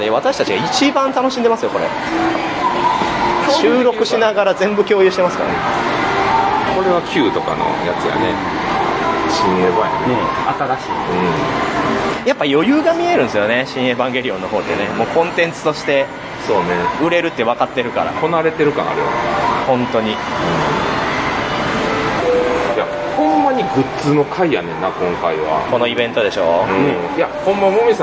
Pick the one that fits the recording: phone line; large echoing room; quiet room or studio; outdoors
outdoors